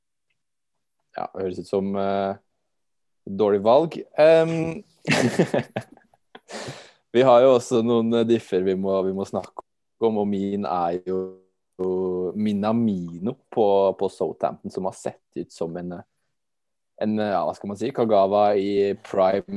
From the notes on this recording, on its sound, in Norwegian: Gutta sitter i zoom studio